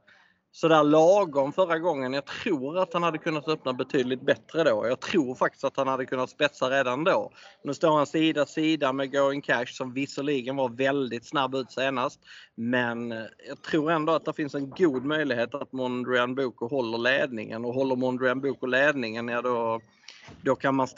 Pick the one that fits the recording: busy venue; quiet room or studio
busy venue